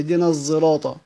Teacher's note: بشم الصاد صوت الزاي · Term: إشمام حرف بحرف